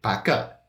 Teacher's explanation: 是，嗯，它的送气音是不送气的，就是比如 Parker 这个 P 和 K 这两个音，它是不送气的，所以听起来就像普通话的 P 和 K 一样